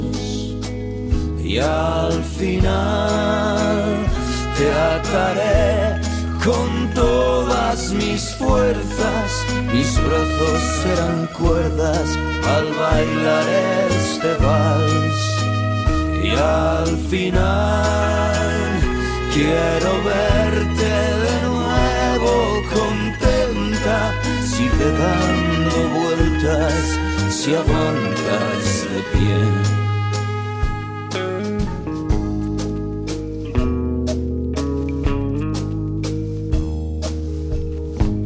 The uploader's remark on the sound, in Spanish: Episodio grabado en el Drinking Tippy desde Huentitan el bajo, Guadalajara Jalisco